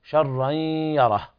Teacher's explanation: إخفاء لوقوع الشين بعد نون التنوين